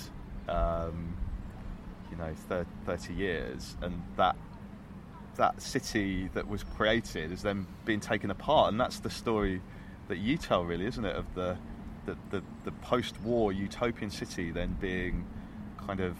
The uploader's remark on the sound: We recorded in a park. It was in Kings Heath Park, south Birmingham - famous as the location of the BBC Gardener's World garden.